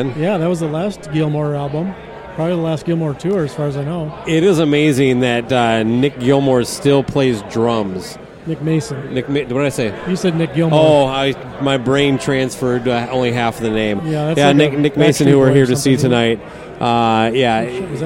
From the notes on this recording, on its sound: Record live in the lobby of the Minneapolis stop. Light conversation mixed with attendee guest commentary.